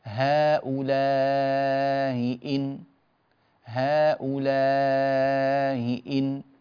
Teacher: التسهيل للأولى، والضغط والتوضيح وقطع الصوت يكون على الثانية. هؤلاء هذه مسهلة، إن هذه محققة.